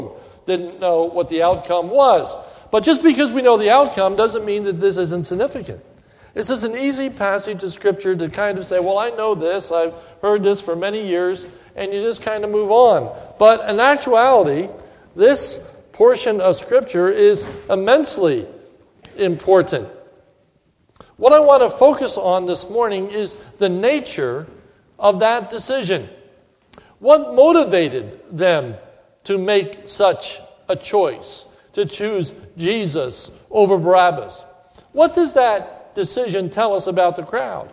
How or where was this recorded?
large echoing room